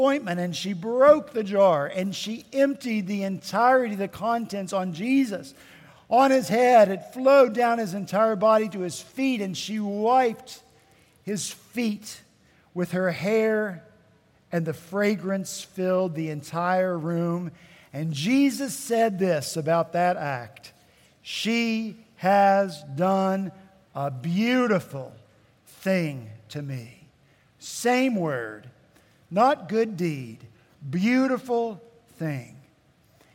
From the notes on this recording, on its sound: At Redeemer Presbyterian Church in Charleston, SC